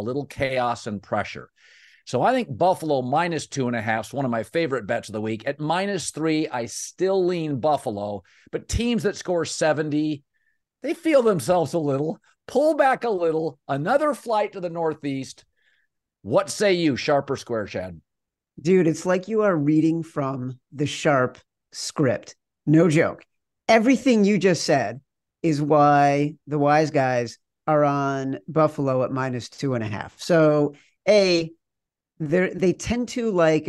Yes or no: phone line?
no